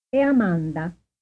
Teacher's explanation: Plot è Amanda as a casual statement, using a stress drop intonation.